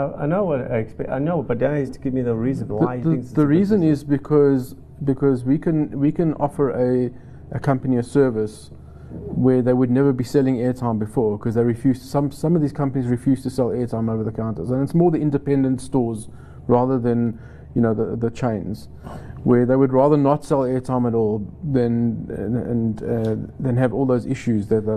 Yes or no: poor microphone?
no